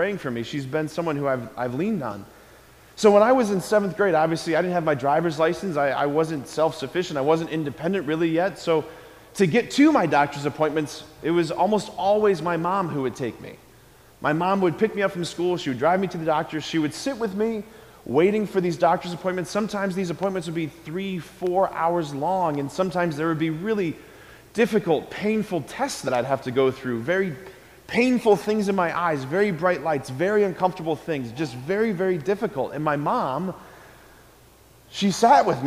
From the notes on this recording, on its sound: Preached this homily on December 14, 2023 at Sacred Heart of Jesus Catholic Church in Wadsworth, OH. School Mass.